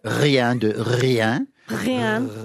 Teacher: R. No, not r with your front of your tongue, but r with the back of your tongue